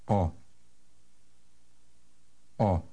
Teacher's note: Word number 5 has the letter O in it. It sounds shorter than the English O.